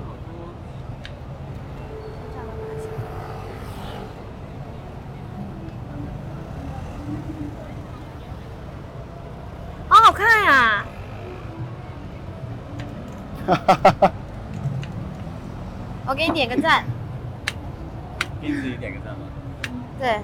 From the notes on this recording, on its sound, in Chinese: 大马免签之旅吉隆坡citywalk。边走边聊 有点吵。